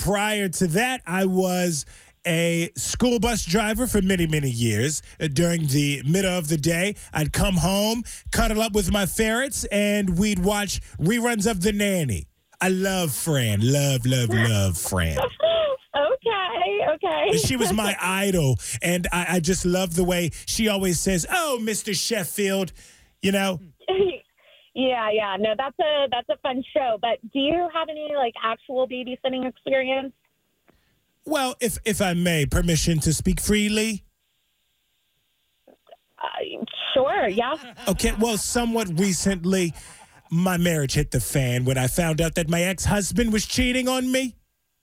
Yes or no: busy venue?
no